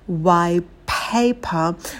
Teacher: Вообще может звук «п» звучать только один раз.